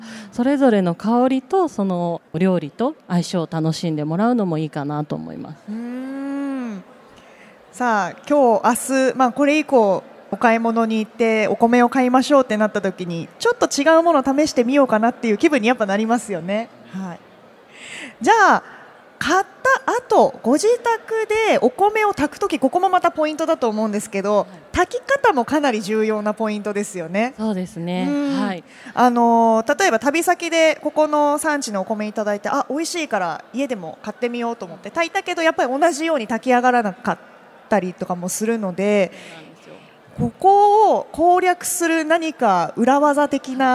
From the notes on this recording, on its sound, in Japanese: CRAFT SAKE WEEK 2023 at ROPPONGI HILLSにて公開収録。